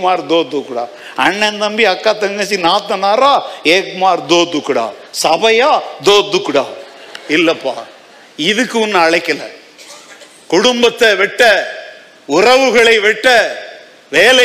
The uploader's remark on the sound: Sunday 2nd Service Sermon Live